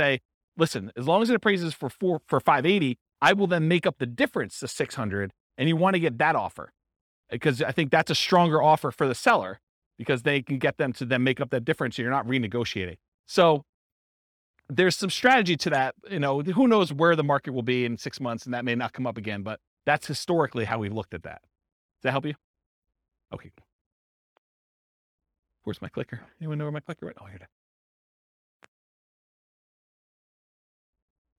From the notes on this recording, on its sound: This was a live class recorded